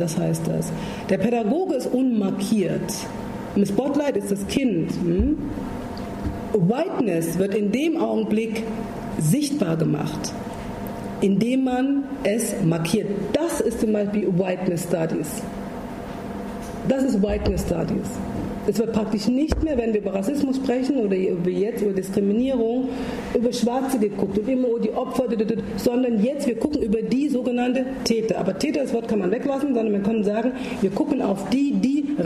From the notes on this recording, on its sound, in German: Fand im KGI der Universität Freiburg ein Vortrag. Im Rahmen der Vortragsreihe Bildung wird geMacht vom Verein Weitblick Freiburg organisiert.